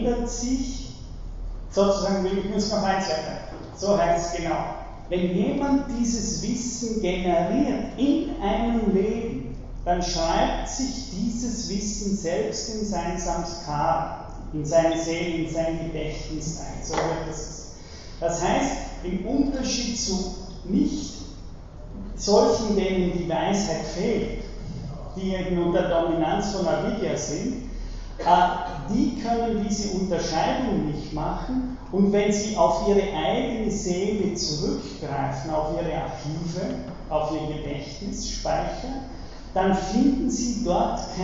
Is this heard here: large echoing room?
yes